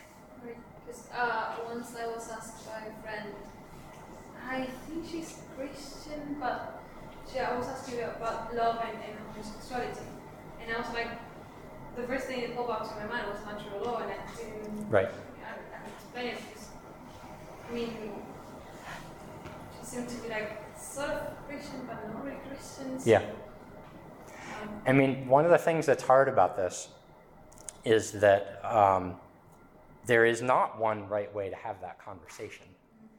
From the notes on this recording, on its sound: This lecture was given on June 21st, 2023, at Stonyhust College.